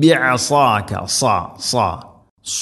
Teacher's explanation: സാദ് ഇസ്തിഇലാന്റെ അക്ഷരമാണ്, സ്വരഭാരത്തിൽ ഉച്ചരിക്കേണ്ട അക്ഷരമാണ്. സ നാവിൻ്റെ മധ്യഭാഗം അണ്ണാക്കിലേക്ക് ഉയർന്നു നിൽക്കണം.